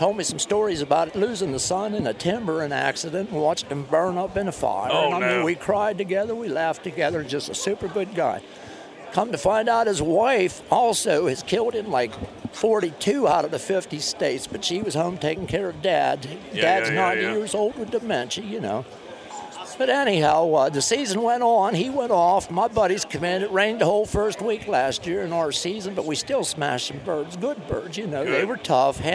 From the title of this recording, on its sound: Live from the Great American Outdoor Show 2019